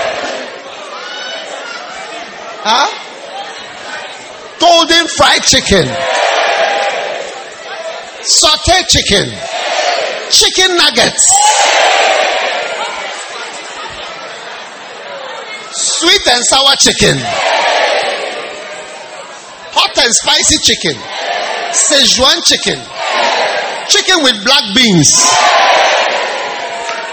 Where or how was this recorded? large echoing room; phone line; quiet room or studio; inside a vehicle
large echoing room